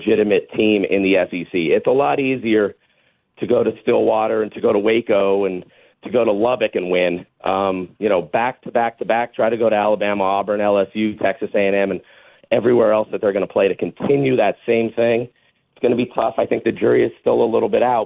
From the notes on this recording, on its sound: more of your phone calls